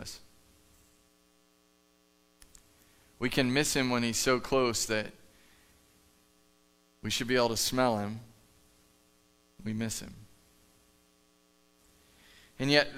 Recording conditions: large echoing room